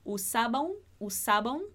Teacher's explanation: esse usaba un, a gente também acaba juntando e falando de uma vez só